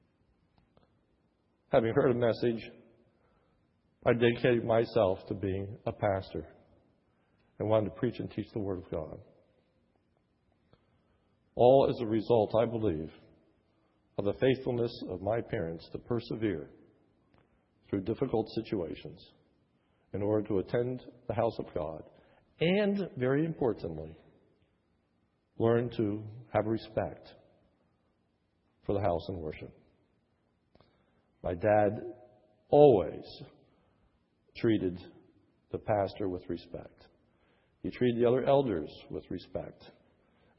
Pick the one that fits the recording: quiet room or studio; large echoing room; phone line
large echoing room